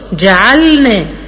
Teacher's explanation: ان انا اسكت على اللام لبيان الاظهار، فيظهر ان انا بعلق لساني فبقول جعل، ما ينفعش، لا هنطقها بسهولة ويسر، جعلنا.